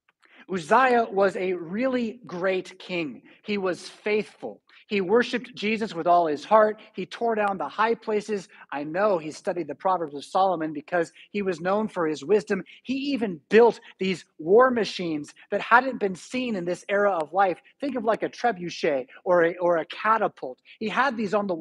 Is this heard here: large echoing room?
yes